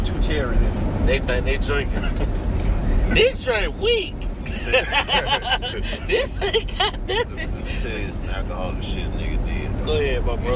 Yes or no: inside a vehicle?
yes